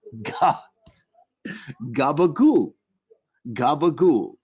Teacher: The second to last vowel, uh, an O sound, gets raised. So change it to an oo and toss out the last syllable.